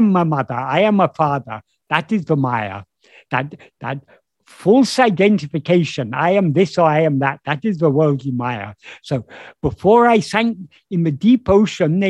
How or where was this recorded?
video call